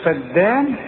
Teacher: الدال والمد بتاعها مرقق